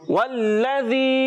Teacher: واو کی ادائیگی ہونٹوں کی گولائی سے، لام مشدد ذرا رک کر ادا کریں گے، زال کی ادائیگی کلیئر کریں گے یعنی زا سے سی ٹی والے حرف سے نہیں بدلنا چاہیے.